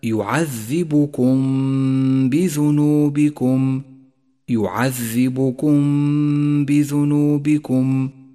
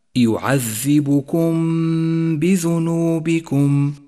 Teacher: أولاً، لاحظ حكم الإخفاء الشفوي عند قوله تعالى يعذبكم بذنوبكم، يعذبكم بذنوبكم، جاءت الميم الساكنة وبعدها حرف الباء وهو حرف الإخفاء الشفوي الوحيد، فالواجب هنا إخفاء الميم بالباء التي بعدها، فلا نجافي بين الشفتين عند نطقها ولا نضغط عليهما، ونقف على الميم بغنة زمنها حركتان